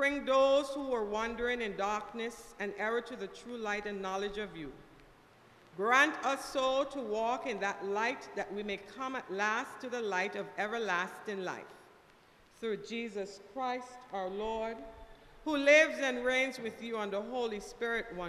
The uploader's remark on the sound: KeepItLoud Crew Live Sunday Service with St. John's Episcopal Church U.S.V.I.